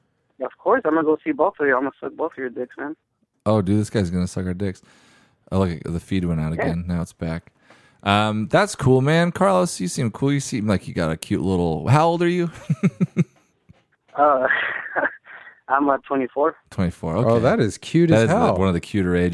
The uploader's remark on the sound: CALL IN SPECIAL